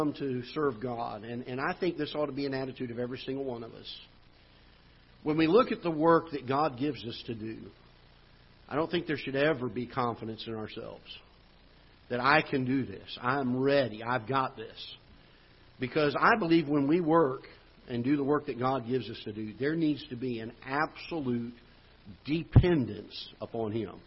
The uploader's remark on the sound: Ketha Heights Baptist Church ~ Live Broadcast